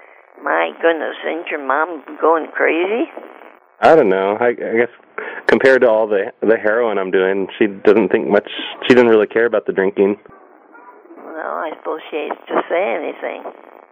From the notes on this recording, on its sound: Prank Phone Calls